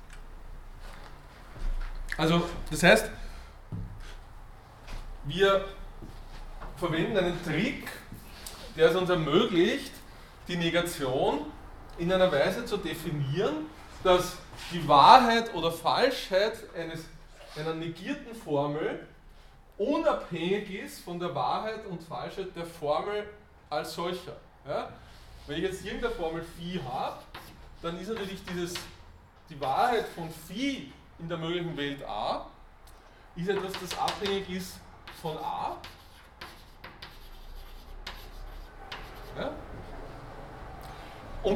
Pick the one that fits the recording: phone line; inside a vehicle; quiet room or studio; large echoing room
large echoing room